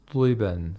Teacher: The lad is pronounced with the lowest level of tafkhim, while the ghain is pronounced with the highest level of tafkhim.